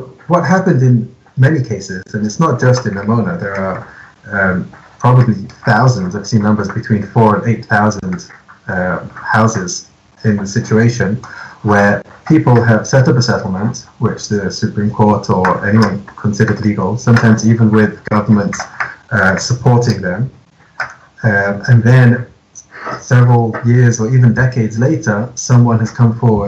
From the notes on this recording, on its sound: Here in Israel it seems to be entering the crisis stage. While we're sorry that the audio quality may not be up to our usual standard.